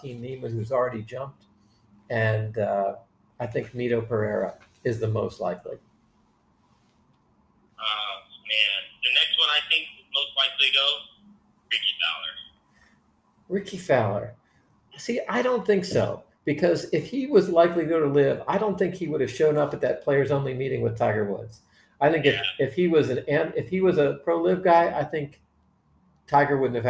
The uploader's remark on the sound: We apologize in advance for the bad sound- working on technical issues.